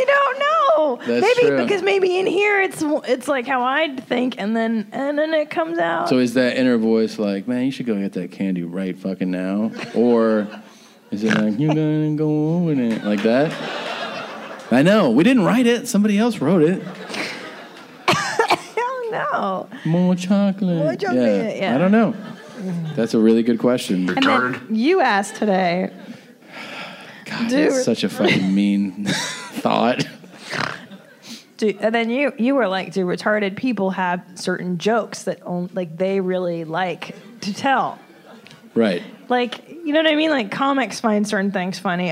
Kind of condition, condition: setting, live audience